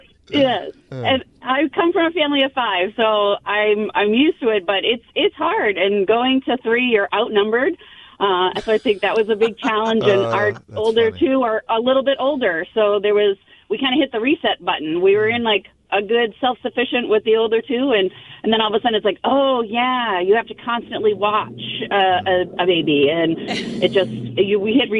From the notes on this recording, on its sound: Listeners called in to tell us their positives and negatives of 2023!